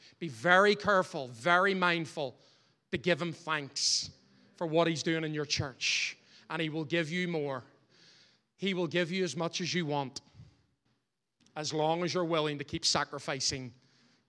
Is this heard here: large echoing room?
yes